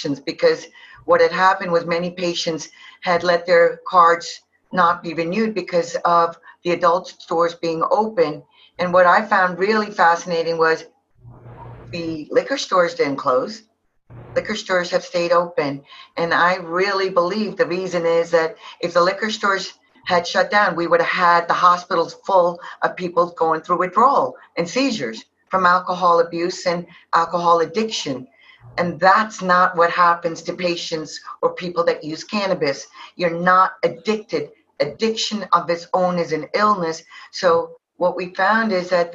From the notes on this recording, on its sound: Virtual Conference.